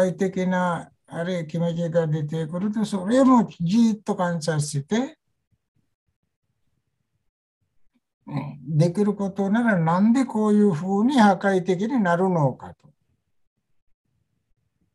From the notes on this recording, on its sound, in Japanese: ZOOMでインタビューしました。